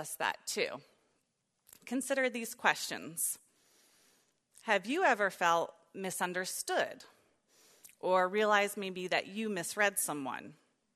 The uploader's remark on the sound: preached during the third session at our 2022 Women's Retreat on April 9, 2022